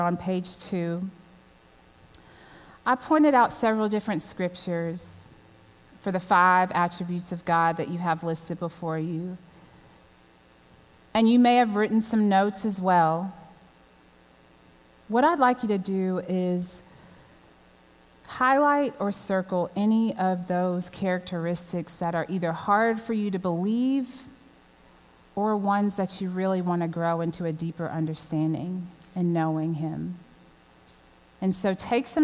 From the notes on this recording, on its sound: at the WholeHeart Conference at Crossland Community Church on September 26, 2020